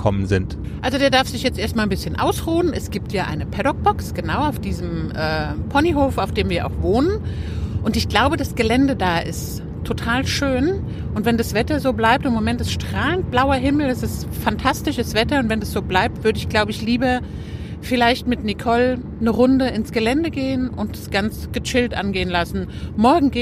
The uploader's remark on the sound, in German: Unsere Teaser live von der Autobahn.